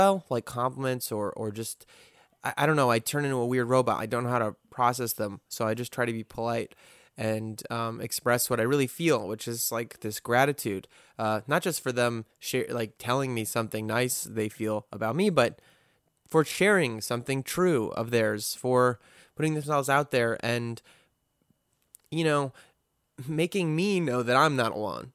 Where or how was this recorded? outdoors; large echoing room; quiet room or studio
quiet room or studio